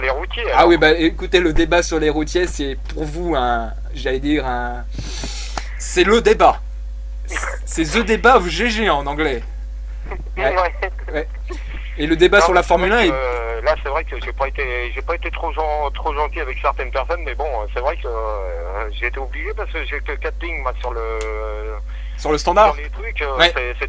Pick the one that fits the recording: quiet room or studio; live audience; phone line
phone line